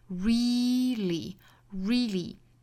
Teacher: 那这里面我们可以把它读成一个长元音 e 的发音